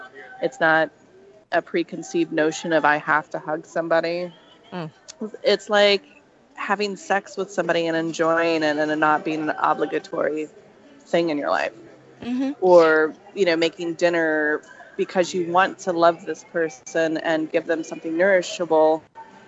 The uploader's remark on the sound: Please excuse the background noise